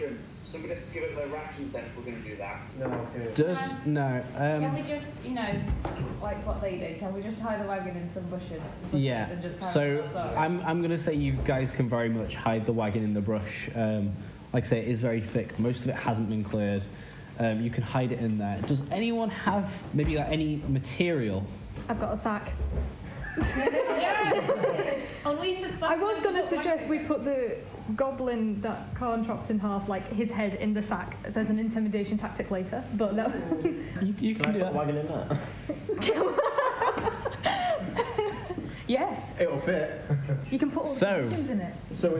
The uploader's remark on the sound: This is another episode from our backlog so apologies for the quality again. We have recently bought some new microphones and made changes to our recording set up so expect some improvement soon.